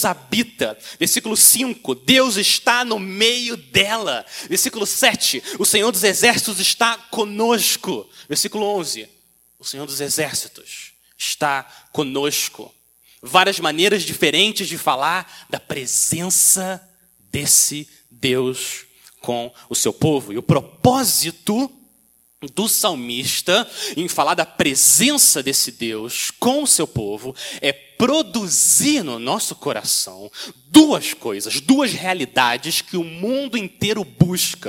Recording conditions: large echoing room